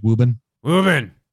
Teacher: you can kind of subtly drop the R most of the way